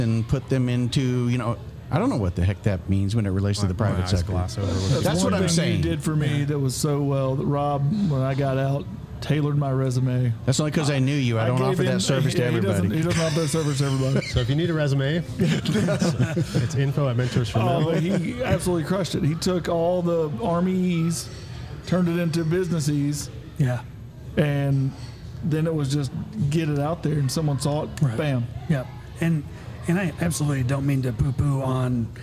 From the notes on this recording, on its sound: This episode that was taped at Line Creek Brewing Co. In Fayetteville, GA.